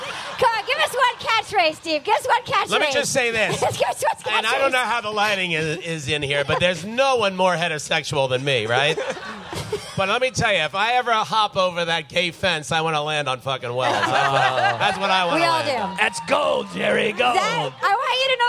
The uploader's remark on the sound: Live from Outside Lands! Live at Outside Lands Music Festival in San Fransisco! Opium tents!